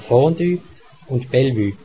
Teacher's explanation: Bei Wörtern aus dem Französischen wie Fondue oder Bellevue ist die Aussprache wie im Französischen, allerdings mit Schweizer Akzent, das heißt sogar mit Betonung auf der ersten Silbe